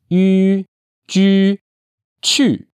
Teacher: Notice that 去 has exactly the same vowel as the 居 of 居然, meaning unexpectedly, or surprisingly, that we talked about in the last lesson. It's that E sound with rounded lips.